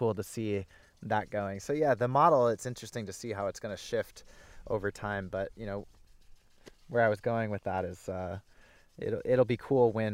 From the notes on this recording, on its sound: In this behind-the-scenes (BTS) episode recorded in the summer of 2019. At his hemp farm in Southern Oregon.